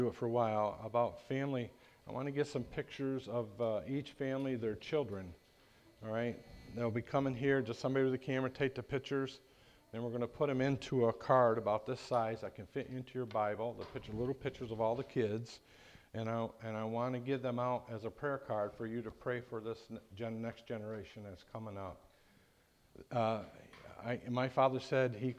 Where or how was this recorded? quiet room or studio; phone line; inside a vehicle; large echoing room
large echoing room